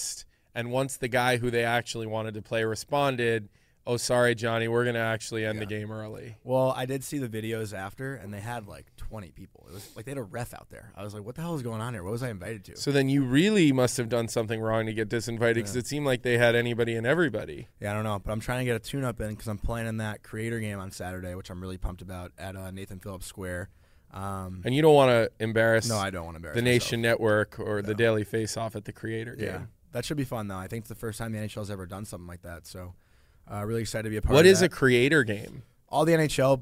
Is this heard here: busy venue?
yes